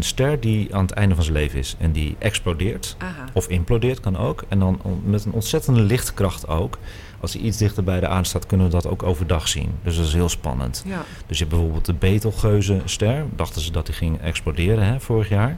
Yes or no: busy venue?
yes